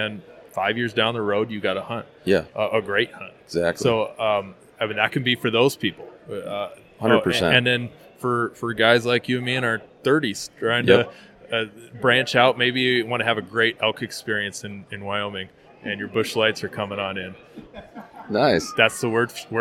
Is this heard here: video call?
no